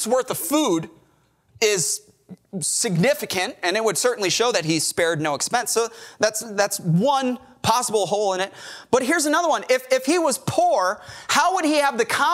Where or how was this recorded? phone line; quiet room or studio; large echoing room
large echoing room